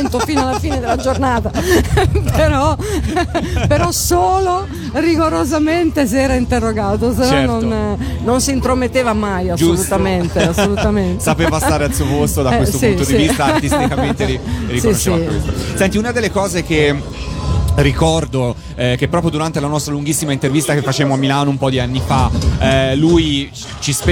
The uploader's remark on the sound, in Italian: Da San Marino Comics 2020 la nostra intervista.